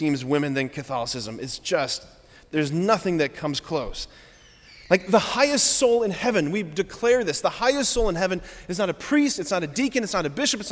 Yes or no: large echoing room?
yes